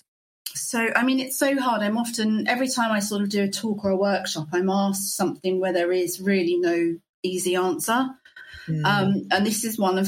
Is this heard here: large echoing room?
no